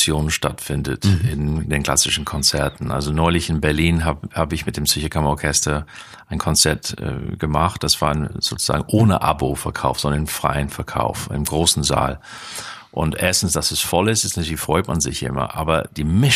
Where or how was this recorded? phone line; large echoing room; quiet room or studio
quiet room or studio